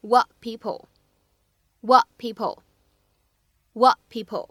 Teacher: 当 what 和 people 放在一起的时候呢，会有一个典型的失去爆破的处理